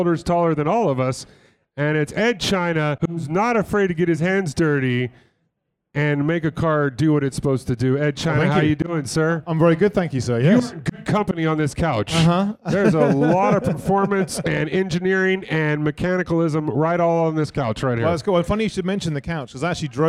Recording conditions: busy venue